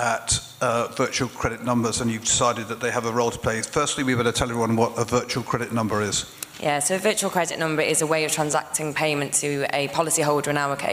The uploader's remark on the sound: Live highlights from the InsTech London "Future of Payments" evening at The Steelyard on 21st January 2020